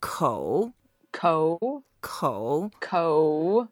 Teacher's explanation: First tone is flat, second tone goes up, and the third tone goes down first and then up the fourth tone goes down.